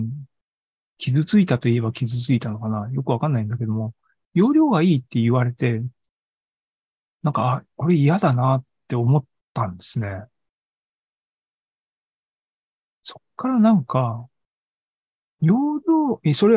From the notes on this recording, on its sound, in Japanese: AI ポッドキャスト、シーズン４１は２０２３年５月３１日に開催した ZOOMライブの模様です。